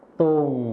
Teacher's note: ส่วนคำว่าตรงในภาษาถิ่นอีสานจะไม่มีรอเรือนั่นเองค่ะ